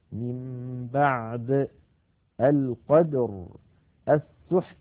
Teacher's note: هذه الأمثلة الثلاثة التقى فيها ساكنان في كلمة واحدة وليس فيها لا حرف مد ولا حرف لين، بل هما حرفان صحيحان